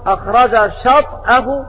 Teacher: وقرأ باقي القراء أخرج شطأه بسكون الطاء مع القلقلة